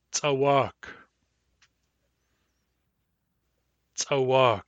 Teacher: When you pronounce this word in a Nuchanov accent, the second syllable should be slightly stronger than the first. · Term: word stress